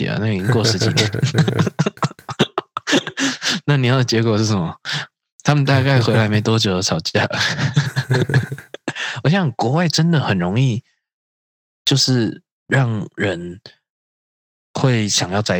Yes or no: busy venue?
no